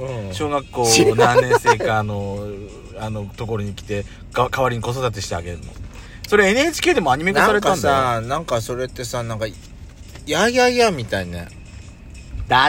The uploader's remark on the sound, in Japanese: パーキング収録。